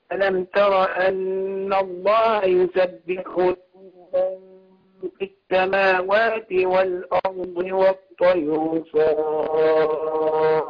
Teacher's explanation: طبعا الألف هنا في صافات هنا بتمد كم حركة تعرف؟ ست حركات مد لازم